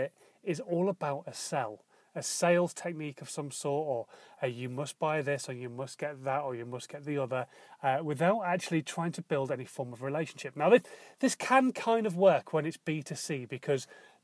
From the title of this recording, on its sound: In My Car - Daily Podcast